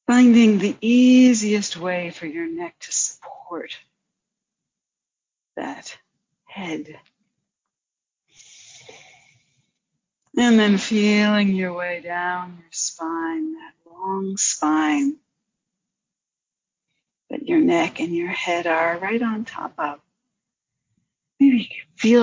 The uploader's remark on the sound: Due to some technical difficulties, you may hear some disconnection issues.